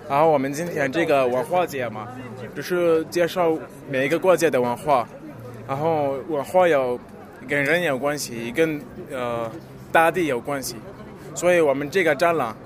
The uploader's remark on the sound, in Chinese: 2014北京科技大学文化节现场报道